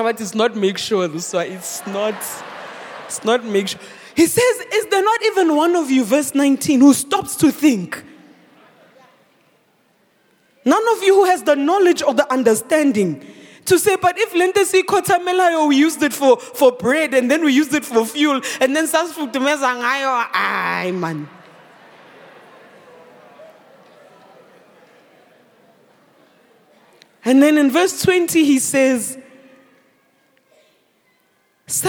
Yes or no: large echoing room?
yes